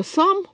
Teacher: Ну, например, если я скажу слово «сам», у меня после «с», конечно, гласный будет начинаться как более передний, в результате того, что язык там впереди где-то «с» произносит. Потом у меня все-таки будет какой-то стационарный участок «а-образный», а потом еще будет назализованный и такой перед «м» немножко огубленный.